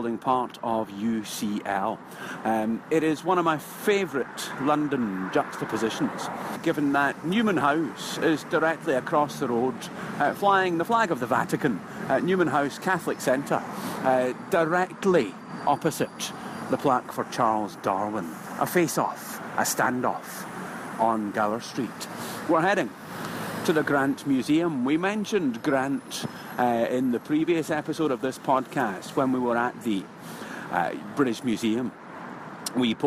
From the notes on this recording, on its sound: Sets off from Euston Station to walk part of the great Museum Mile, calling in at the Petrie Museum of Egyptology , the Grant Museum of Zoology and the Cartoon Museum. His destination is one of London's oddest, most eccentric museums.